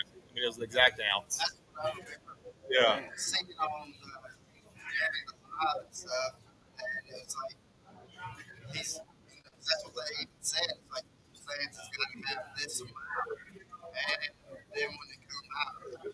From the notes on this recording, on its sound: Sorry for the background noise. We are at Hiawassee Marine bait and tackle on a remote.